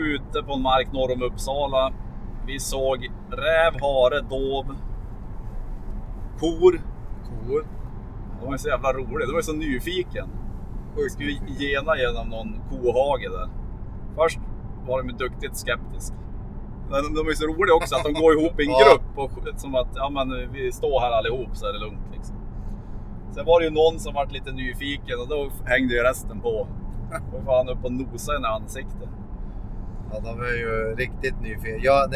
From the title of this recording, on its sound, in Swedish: Podd i bilen på väg till Elmia